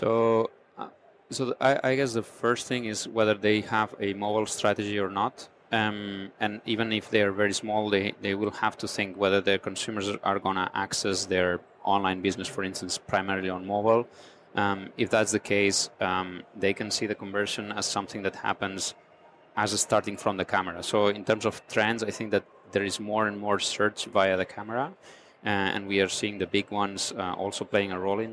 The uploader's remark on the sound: On location at NRF Big Show 2018 in New York.